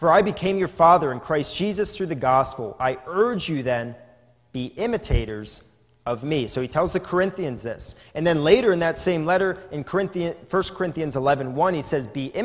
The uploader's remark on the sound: This is a sermon recorded live at the Lebanon Bible Fellowship Church in Lebanon, PA on 11/01/2020 during the evening service